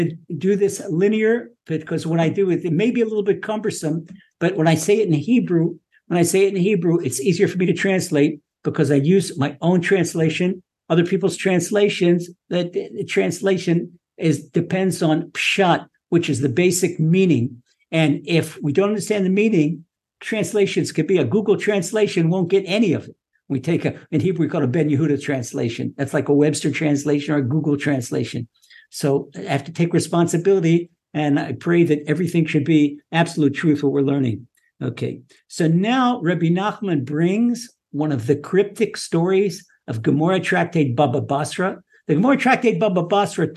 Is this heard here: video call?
yes